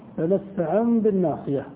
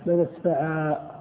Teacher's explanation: في الوصل تنطق نونا وفي الوقف تنطق ألفا · Term: نون التوكيد الخفيفة